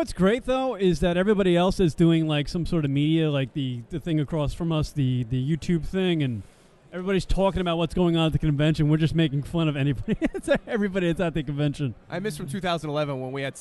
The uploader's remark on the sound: Live audio from the Blog WOrld Expo in NYC.